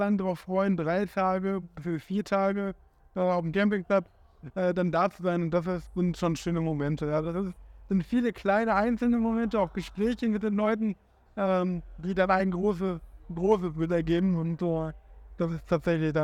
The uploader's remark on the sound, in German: Live vom Parookaville